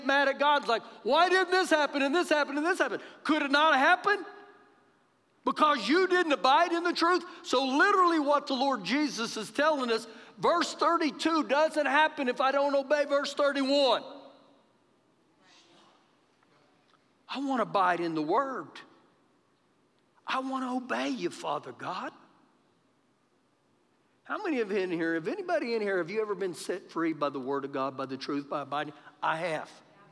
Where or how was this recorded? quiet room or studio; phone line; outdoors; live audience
live audience